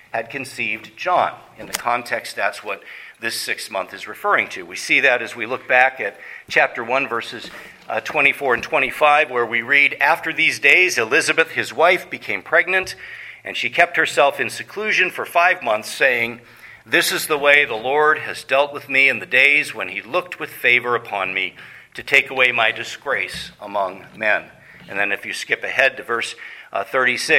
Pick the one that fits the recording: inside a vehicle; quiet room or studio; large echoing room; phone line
large echoing room